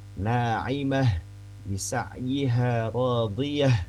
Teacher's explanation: Nah, itu secara aturan ketika disambung dengan kata selanjutnya dia masih dibaca tak, tapi kalau diwakofkan, diberhentikan di huruf itu tak marbutah itu, dia malah nanti diucapkan dengan huruf ha sukun